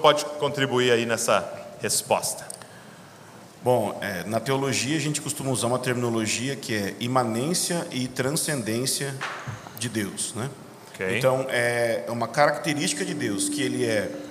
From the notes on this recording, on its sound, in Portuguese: gravamos esse bate papo ao vivo na conferência LIDERE COMO JESUS